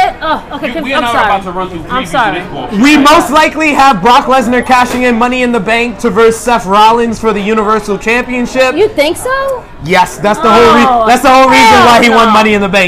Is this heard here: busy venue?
yes